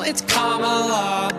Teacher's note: Emphasize the first syllable, it's Kamala.